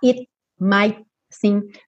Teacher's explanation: você tem a intenção de fazer aquela consoante oclusiva realmente fechando o som, mas não necessariamente você vai ouvi-la completamente